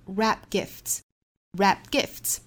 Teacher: Wrapped 这个 t 的发音我们做失去爆破